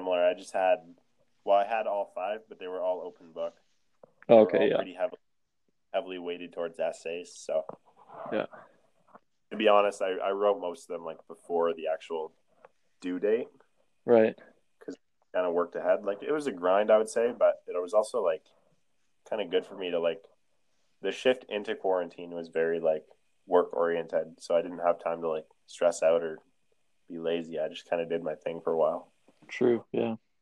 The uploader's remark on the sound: connect over the phone